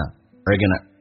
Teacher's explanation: are 说成一个儿化音，而 Going to 说成 gonna